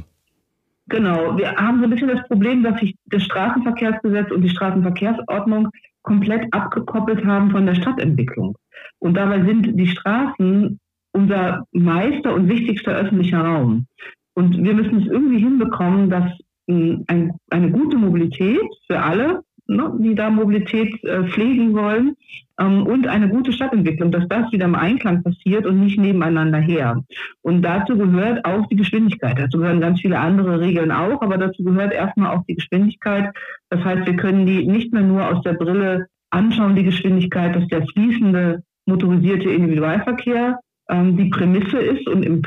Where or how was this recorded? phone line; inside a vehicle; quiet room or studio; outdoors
phone line